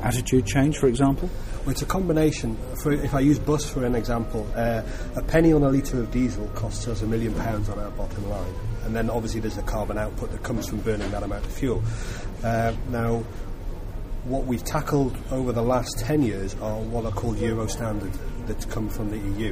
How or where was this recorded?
busy venue